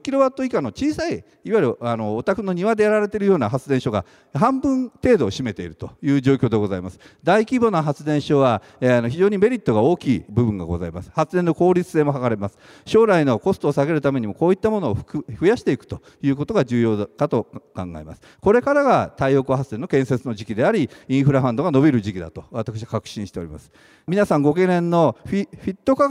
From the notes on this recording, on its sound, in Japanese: 2月24日に東京証券取引所で開催した「J-REITファン2018」。IRセミナーをダイジェスト版でお送りします。